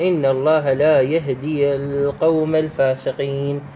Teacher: ياء ساكنة في آخر الكلمة ما قبلها الدال مكسورة، هذا أيضا يسمى بالمد الأصلي